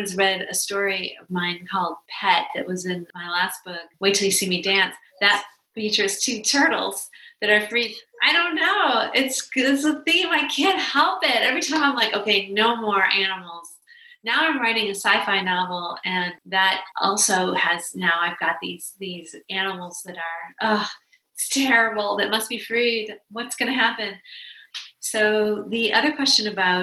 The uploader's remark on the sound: In tonight's virtual conversation